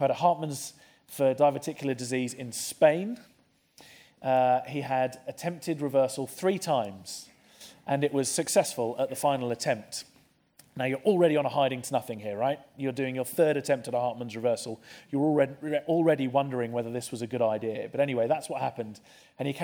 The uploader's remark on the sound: This session from St Mark's Hospital's Frontiers 2019.